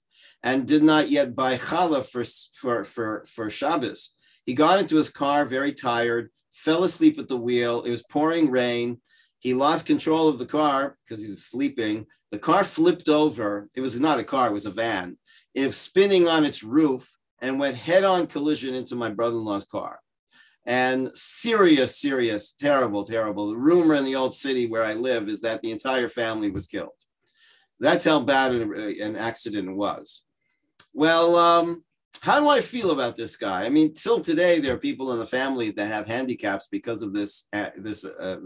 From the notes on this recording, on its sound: Gives a shiur over Zoom. For Illuminate, Orayta's virtual adult beit midrash.